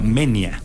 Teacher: nos enteramos que se pronuncia Menia, porque es diptongo, entonces va junto